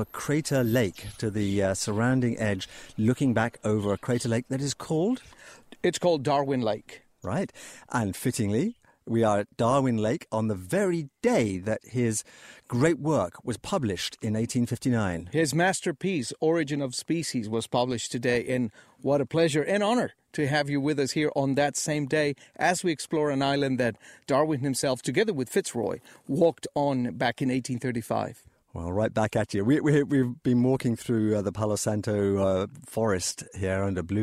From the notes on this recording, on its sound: on location aboard the Yacht Isabela II, afloat in the Pacific Ocean